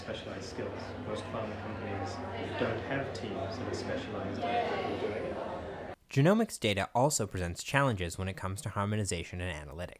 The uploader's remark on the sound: the PharmStars presentation last month at the Boston Seaport, with interviews conducted at the event